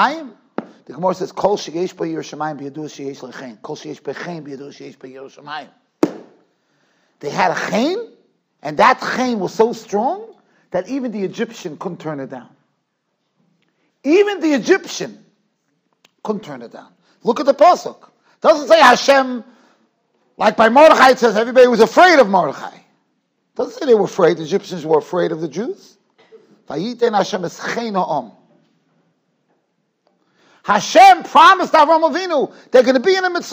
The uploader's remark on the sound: Shiur recorded in Yeshivas Ohr Reuven, Monsey, NY.